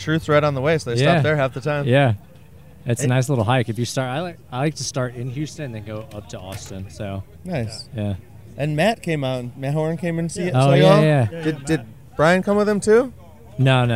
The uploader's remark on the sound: I’ve got a long list of people that I got to speak with while I was walking around.